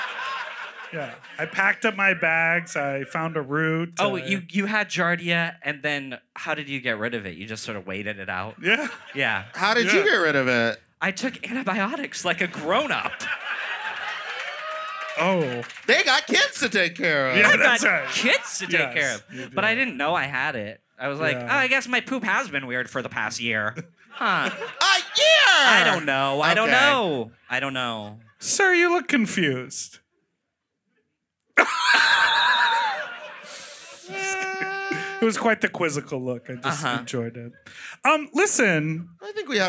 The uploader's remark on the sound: Sloppy Seconds Live show recorded at The Sultan Room in Brooklyn